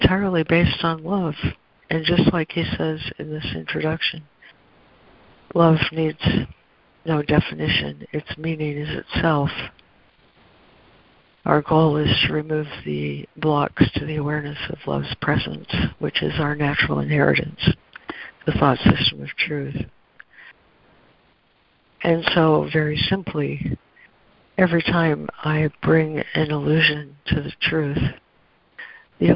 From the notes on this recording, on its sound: ACIM Daily Conference Call